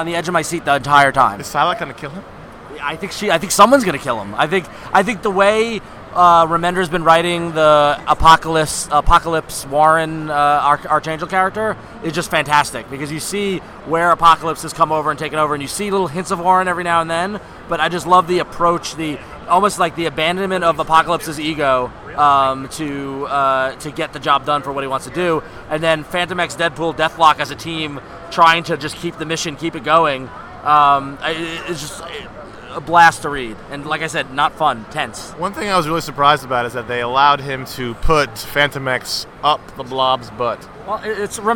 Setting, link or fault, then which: setting, busy venue